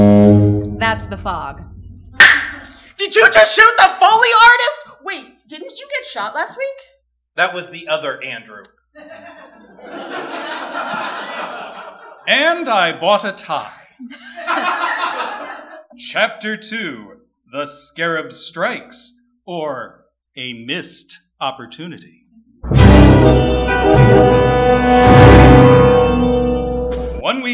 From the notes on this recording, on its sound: Recorded live at the Know Theatre.